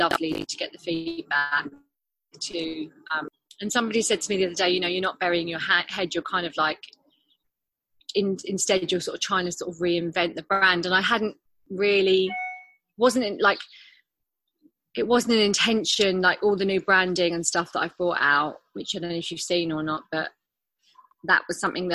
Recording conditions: video call